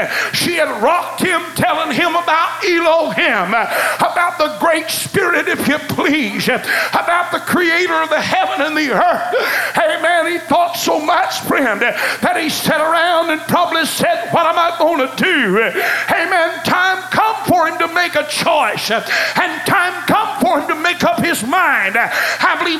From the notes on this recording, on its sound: Choices was preached at First Apostolic Church.